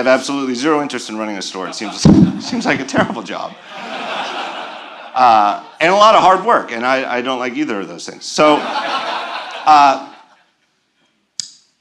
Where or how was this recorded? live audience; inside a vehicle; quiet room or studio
live audience